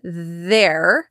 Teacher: There is also TH, but there's a vibration in it, so we call it a voiced TH. But you should also see your tongue.